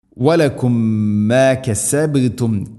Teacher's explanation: വലക്കും മാ സാക്കിന മീമിന് ശേഷം മീം ഇദ്ഗാമു തമാഥിലൈൻ, ഇവിടെ മീമിനെ അടുത്ത മീമിലേക്ക് കൂട്ടി ലയിപ്പിച്ച് മണിച്ചുകൊണ്ടുച്ചിരിക്കണം. വലക്കും മാ കസബ്തും, കസബ് ബാ ശരിക്കും കേൾക്കണം, കസബ്തും.